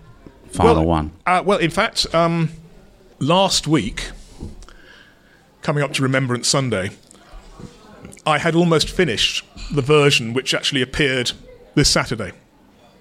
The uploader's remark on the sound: At Stoke Newington’s legendary Thai restaurant Yum Yum. At Stoke Newington’s legendary Thai restaurant Yum Yum.